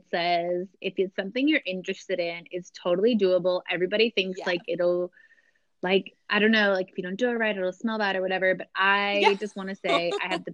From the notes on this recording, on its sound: While we're sweating in separate countries. Over the phone (through Anchor.fm).